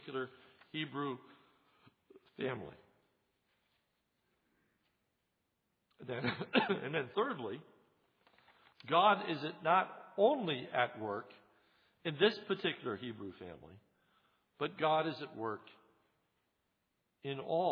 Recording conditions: large echoing room